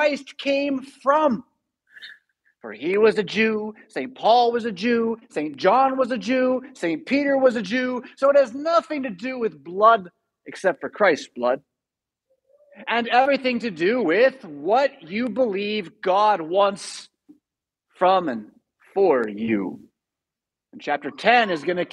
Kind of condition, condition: setting, large echoing room